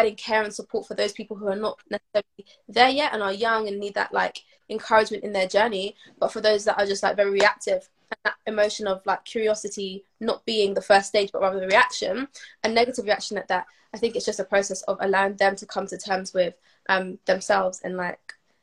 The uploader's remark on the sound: via Instagram live